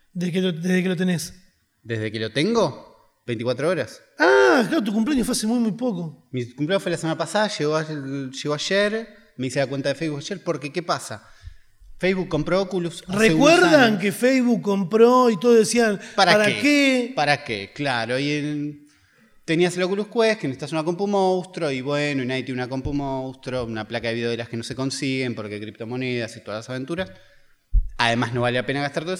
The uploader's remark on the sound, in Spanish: En vivo desde Rosario.